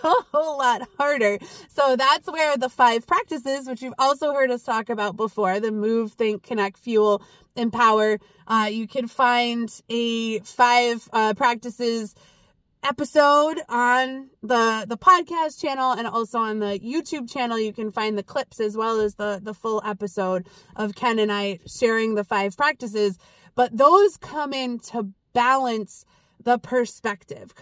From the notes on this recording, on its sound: Back in the car for a old school episode this week!